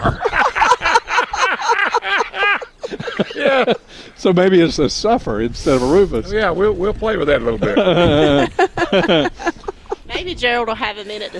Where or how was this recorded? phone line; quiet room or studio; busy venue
busy venue